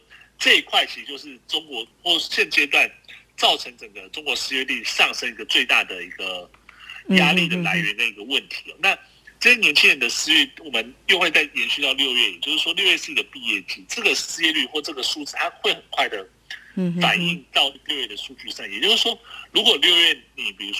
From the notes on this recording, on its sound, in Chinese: 連線訪問中央社駐上海記者